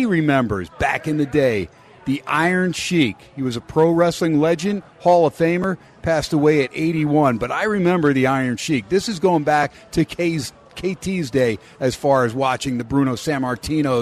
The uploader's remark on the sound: "Live" from #SteinersPub on a #HumpDay it's #SportsXradio.